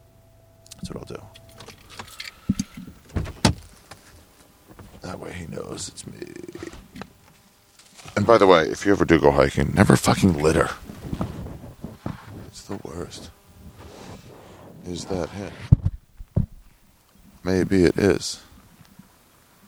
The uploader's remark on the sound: Met me at a secret hike in LA to do a walking podcast about hiking.